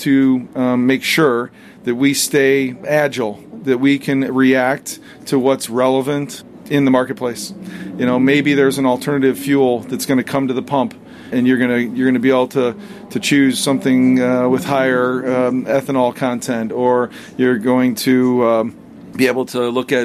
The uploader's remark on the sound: live from Daytona during Rolex 24 weekend